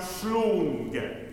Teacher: It's a pure G sound. Some might even push it towards a K sound almost because German, again, has stronger consonants. But as long as it's a strong G sound, Schlungen.